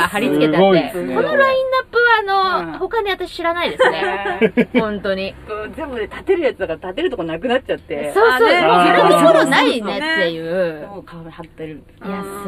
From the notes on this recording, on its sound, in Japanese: 祐天寺の古着屋 gargen730さんで特別収録！